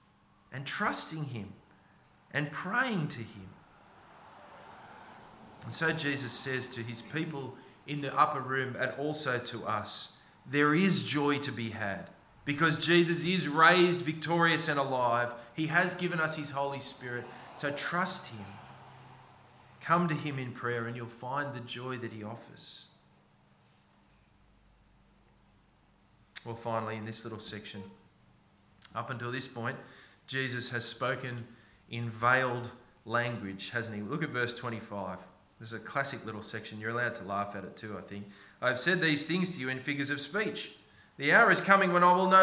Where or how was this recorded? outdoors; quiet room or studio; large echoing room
large echoing room